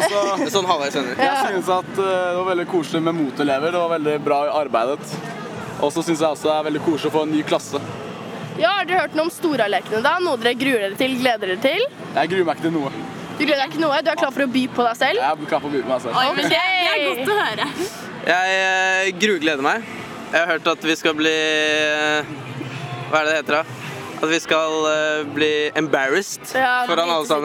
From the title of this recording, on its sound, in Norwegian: Live fra skolegården